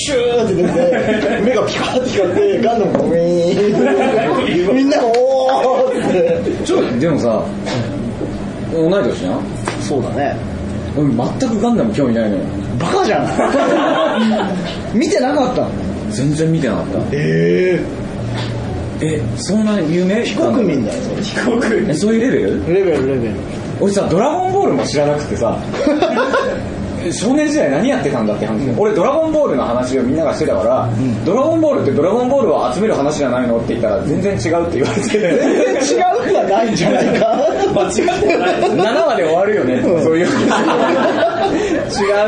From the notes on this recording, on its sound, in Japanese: ポッドキャスト1周年を記念して開催された公開録音第1部。おなじみのゲストがカラオケ大熱唱！